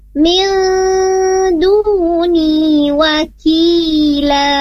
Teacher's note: nun mati ketemu dal, di sana hukumnya adalah ikhfa. Mil ditahan dua harokat.